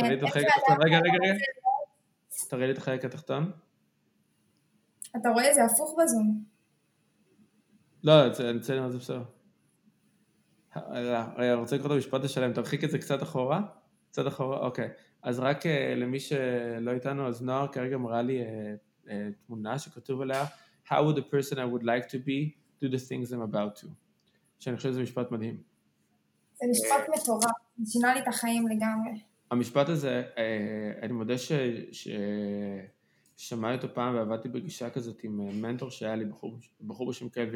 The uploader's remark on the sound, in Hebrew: הפרק הזה הוקלט במטרה להיות הפרק הרביעי בפודקאסט שינויים קבועים, ולכן אולי הפורמט והסאונד עלולים להרגיש לכם טיפה ״שונים״ מהפרקים האחרים.